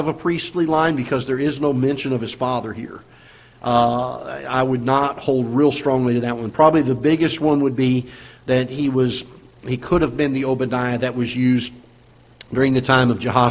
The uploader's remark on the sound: Ketha Heights Baptist Church ~ Live Broadcast.